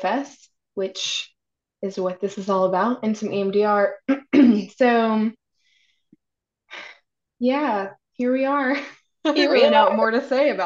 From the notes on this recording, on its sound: If you hate the quality of the sound, don't worry, so do we!